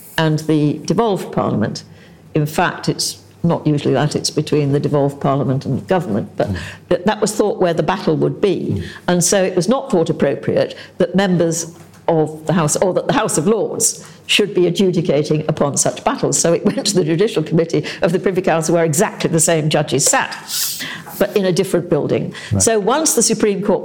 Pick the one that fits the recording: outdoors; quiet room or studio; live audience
live audience